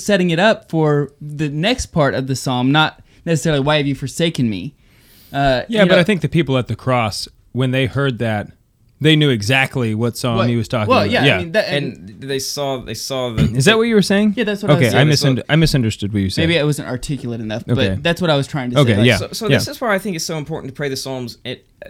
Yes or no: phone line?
no